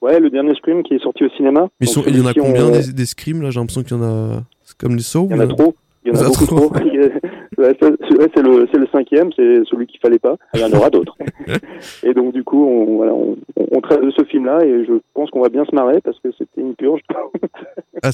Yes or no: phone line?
yes